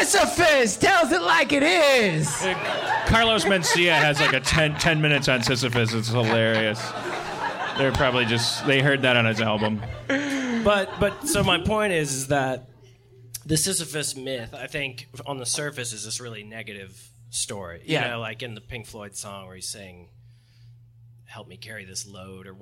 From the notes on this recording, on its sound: LIVE FROM THE IMPROV. Recorded in front of a live audience at the Hollywood Improv!!!